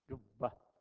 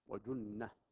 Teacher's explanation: فيه نوع تقارب من حيث إن الباء بانطباق الشفتين، انطباق الشفتين، وأما النون فطرف اللسان مع الحنك الأعلى